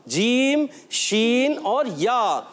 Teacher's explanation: वस्ते जबान, जबान का दरमियानी हिस्सा और ऊपर तालू का दरमियानी हिस्सा, जब ये मिलते हैं तो ये तीन हर्फ अदा होते हैं · Term: हुरूफे शजरिया